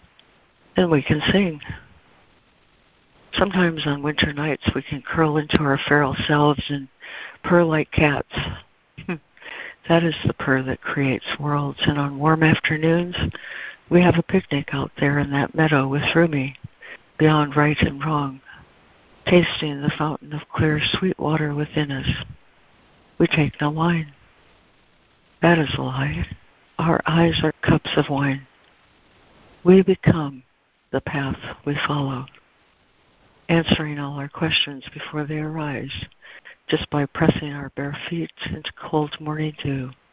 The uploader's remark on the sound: ACIM Daily Conference Call.